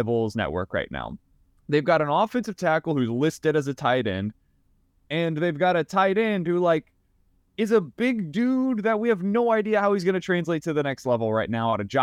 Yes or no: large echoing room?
no